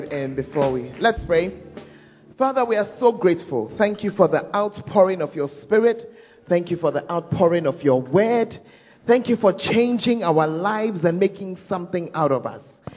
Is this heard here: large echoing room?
yes